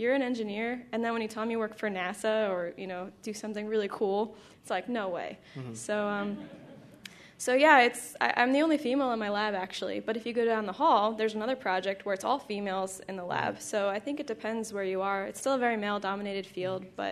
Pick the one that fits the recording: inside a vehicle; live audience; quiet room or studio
live audience